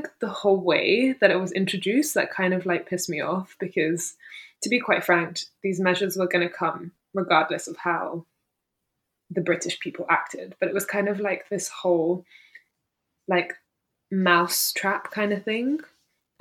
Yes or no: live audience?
no